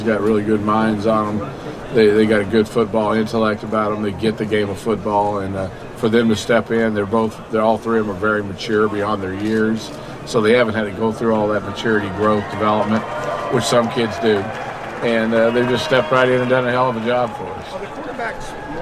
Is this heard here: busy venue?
yes